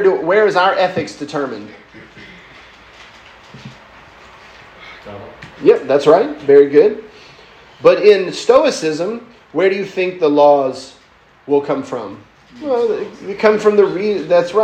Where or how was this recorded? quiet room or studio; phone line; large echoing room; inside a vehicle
large echoing room